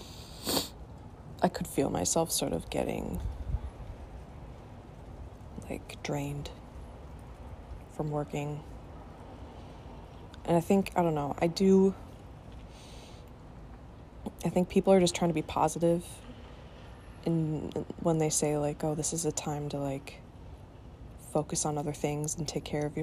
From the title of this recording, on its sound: In Which We Sit Outside